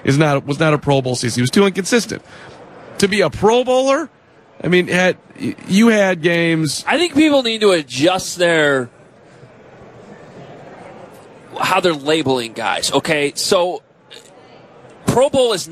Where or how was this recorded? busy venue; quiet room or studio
busy venue